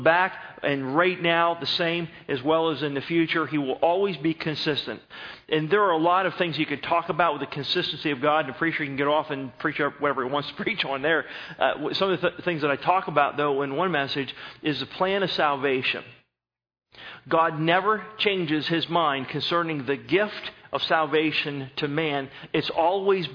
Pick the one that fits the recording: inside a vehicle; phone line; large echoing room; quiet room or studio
large echoing room